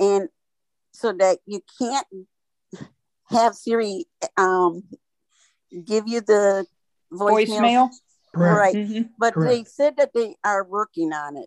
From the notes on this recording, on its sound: Zoom Call Recording of Thurs 12-2-21